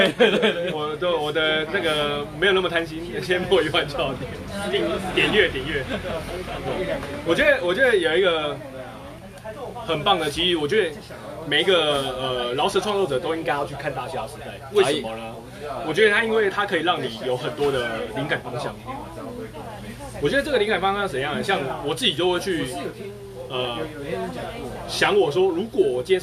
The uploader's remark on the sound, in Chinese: 錄音機沒收到聲音…錄音地點：牽咖啡。